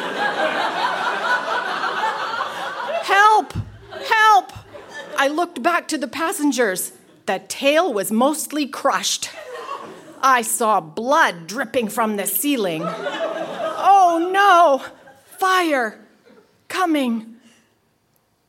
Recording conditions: live audience